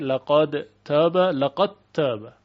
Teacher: در روایت دوری از ابی عمرو بصری دال در تا ادغام میشه